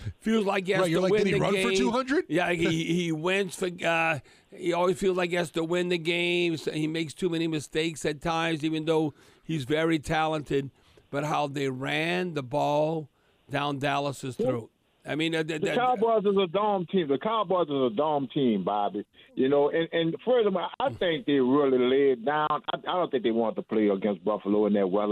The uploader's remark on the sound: Talk to callers. Some audio from the Saints soundbank.